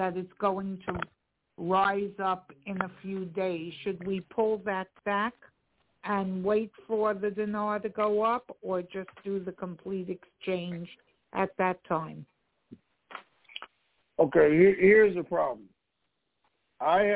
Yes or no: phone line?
yes